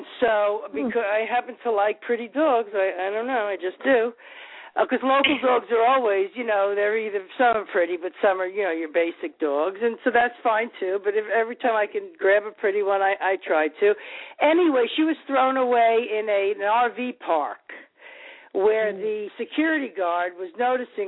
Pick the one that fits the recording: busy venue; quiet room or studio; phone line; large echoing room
phone line